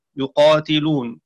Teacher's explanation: قرأ شعبة بكسر التاء يقاتلون